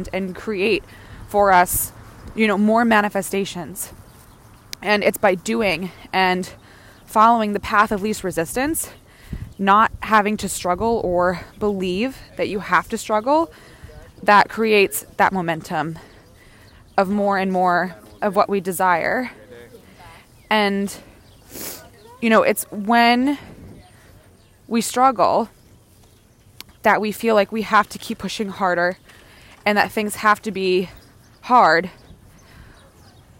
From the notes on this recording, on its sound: Join me on a Wellness Walk-n-Talk for today’s show! Recorded outside, on a walk, you’ll be getting a full sensory experience of being on a stroll with me in NYC— birds, breeze, sirens and construction noise and all.